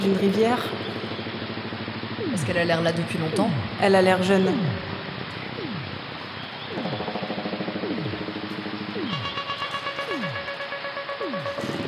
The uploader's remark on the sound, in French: L'émission a été mixée et diffusée en public depuis La Bibliothèque Méjanes à Aix-en-Provence.